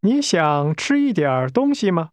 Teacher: To eat is pronounced with a high-level tone.